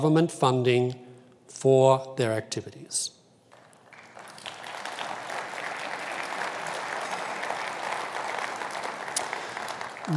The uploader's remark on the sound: Delivered the opening plenary lecture of Acton University 2017.